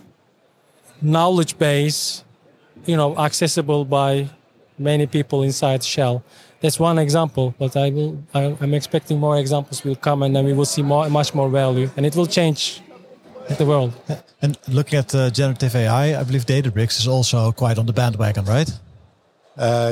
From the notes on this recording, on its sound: In this English-language episode, live from the Big Data Expo.